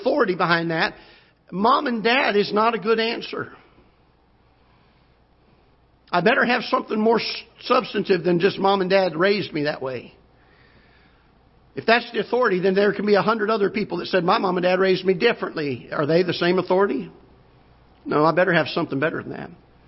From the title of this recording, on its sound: Ketha Heights Baptist Church ~ Live Broadcast